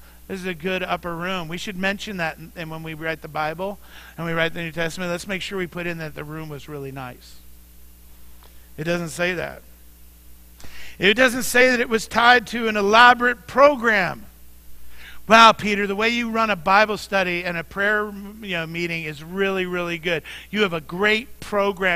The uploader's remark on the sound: Mt. Zion Church Live!